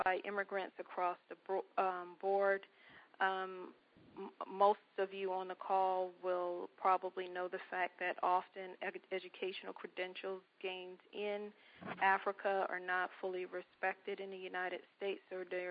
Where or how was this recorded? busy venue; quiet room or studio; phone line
phone line